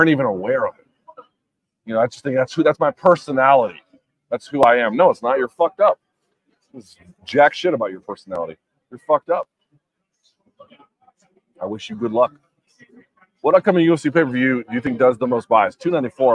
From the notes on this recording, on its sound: Live from Las Vegas. Live from Canelo-Charlo radio row.